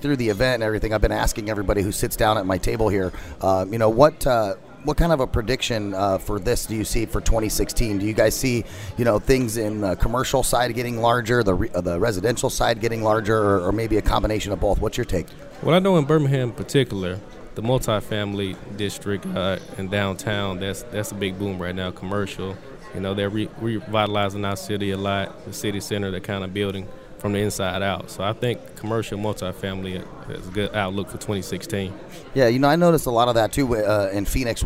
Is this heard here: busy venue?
yes